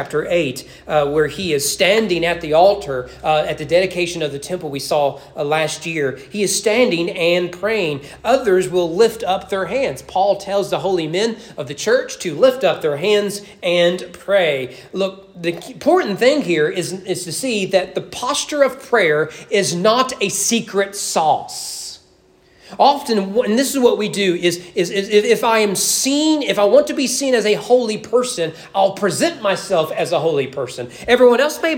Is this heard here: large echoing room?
yes